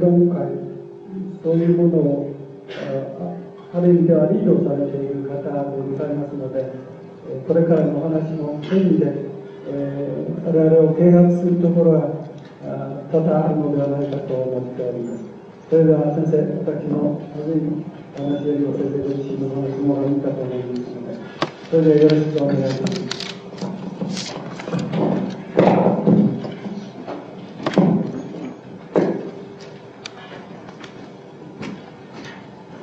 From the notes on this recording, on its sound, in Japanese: 音質：２。場所：上智大学 521番教室。連続講演会における最終日の講演。声が若干遠く聞こえ、 ところどころノイズが入っており 背景に会場周辺の音楽が聞こえる。討論部分は途中でテープが切れる。